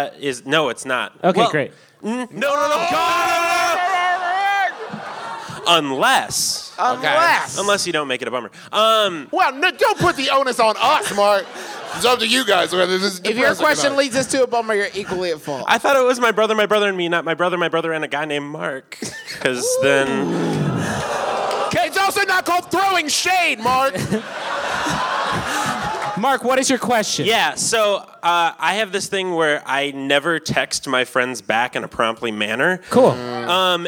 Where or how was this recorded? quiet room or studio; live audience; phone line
live audience